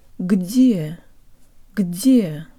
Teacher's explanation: You almost need to insert a ghost vowel after the г, or at least make sure you have vocal cord vibration happening throughout.